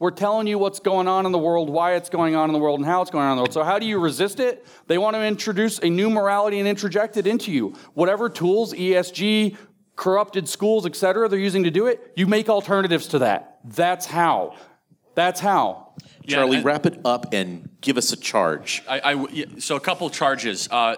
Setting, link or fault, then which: setting, live audience